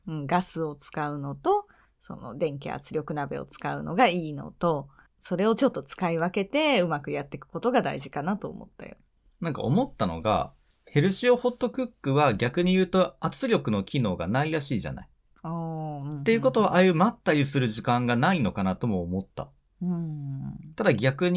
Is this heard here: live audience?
no